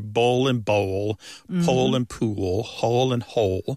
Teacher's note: pole and pool, hole and hole, they all end in that L sound. And that L at the end of the syllable is what is known as a dark L. So the physical act of pronouncing that dark L kind of requires the back of the tongue to raise toward your soft palate.